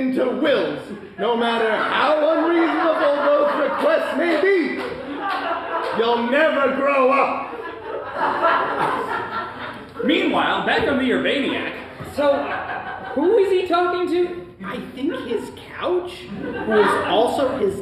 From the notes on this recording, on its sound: The live audience at Tacoma Little Theatre gets to choose the fate of our heroes. Live recording of SPACIES!